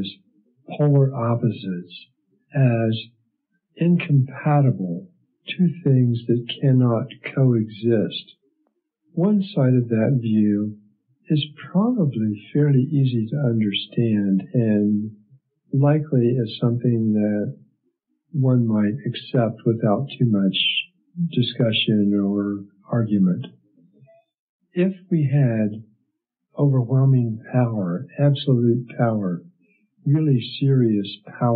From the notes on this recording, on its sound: The audio quality is less than optimal. It sounds like I may have been talking in a tube.